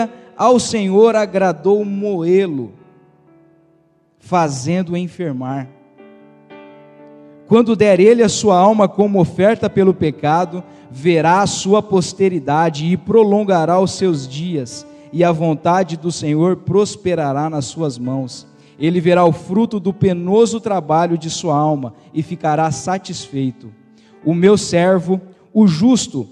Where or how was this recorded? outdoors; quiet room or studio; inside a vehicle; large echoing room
large echoing room